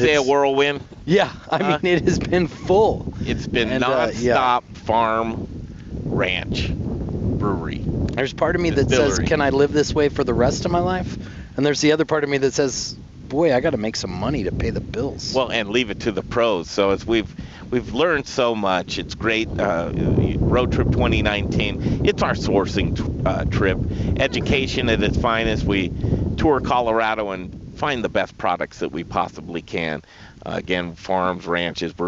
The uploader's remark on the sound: Live from Field to Fork farm, all organic baby! Live from Field To Fork in Palisade Colorado!